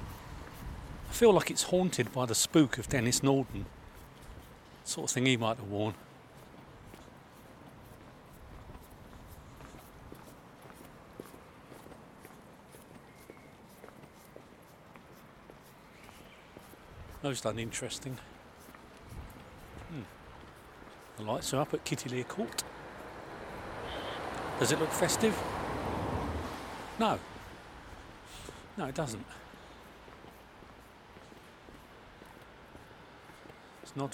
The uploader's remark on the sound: we take an antediluvian amble along the back streets of Brighton into Hove